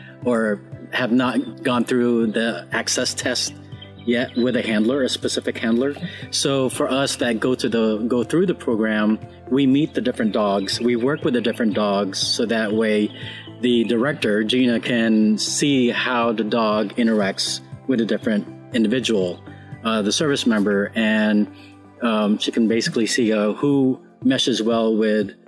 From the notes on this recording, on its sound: This episode was recorded outdoors due to Covid-19, and was recorded by a busy street. Please pardon the background noise.